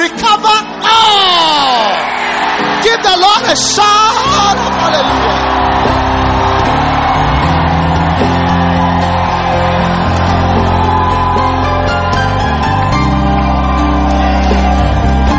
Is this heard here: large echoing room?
yes